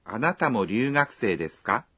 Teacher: Khi thêm ka vào des và lên giọng ở cuối câu thì thành câu hỏi.